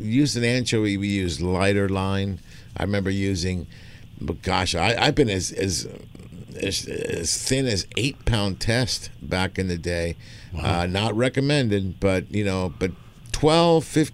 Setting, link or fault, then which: setting, busy venue